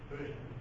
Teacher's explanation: But it's a vowel. Although it's represented by an English consonant, it's actually a vowel.